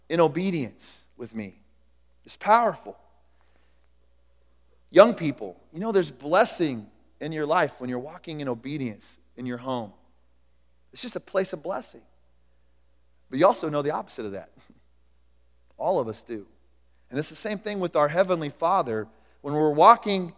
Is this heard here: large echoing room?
yes